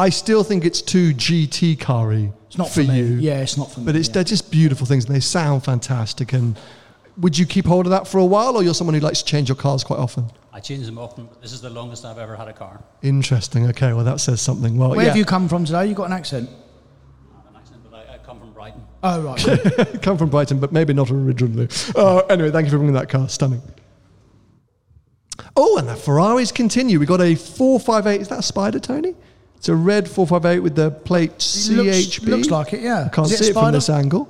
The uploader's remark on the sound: live from Vines of Gatwick BMW